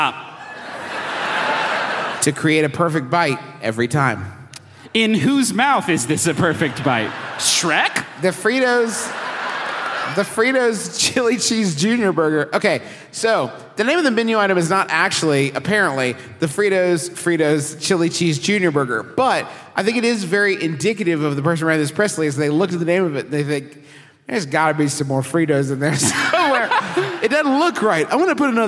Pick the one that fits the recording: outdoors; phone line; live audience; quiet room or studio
live audience